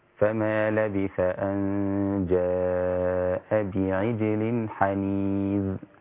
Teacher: اكسر العين ورقق الجيم